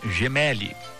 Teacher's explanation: Gemelli, né? Uma tônica no Mé.